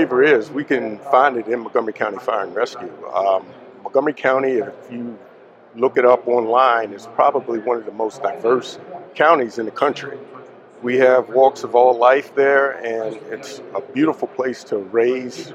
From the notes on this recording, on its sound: on location at Firehouse Expo in Columbus, Ohio